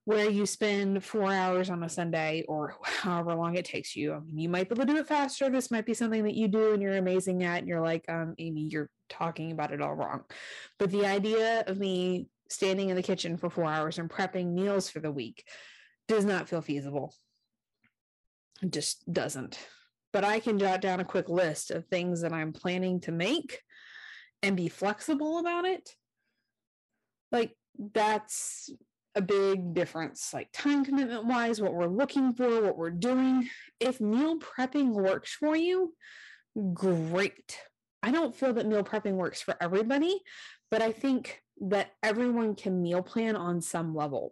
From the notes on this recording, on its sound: There was a slight audio problem in the recording of this episode so I apologize for the scratchy sound